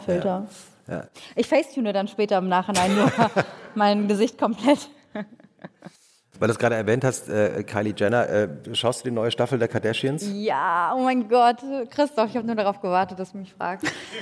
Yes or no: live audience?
yes